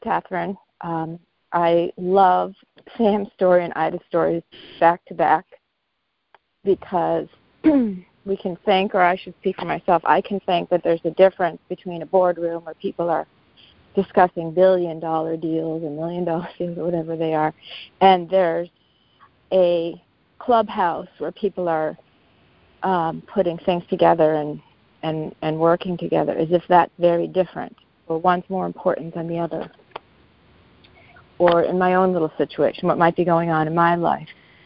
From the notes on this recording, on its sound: Conference Call